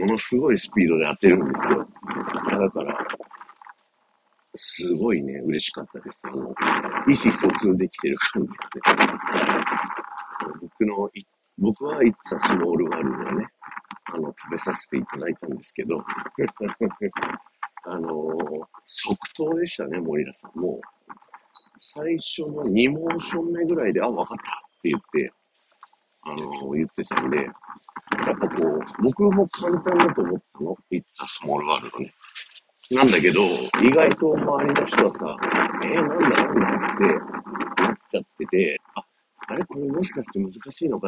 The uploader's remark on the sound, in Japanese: 風強強音質×。風強い中で話しているので音質がクソ悪いです。